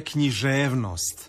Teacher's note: Što se tiče književnosti i književnosti, ja također preferiram naglasak koji se i vama čini pravilnim, a to je književnost. Dakle, na E je dugouzlazni naglasak i na ost je dužina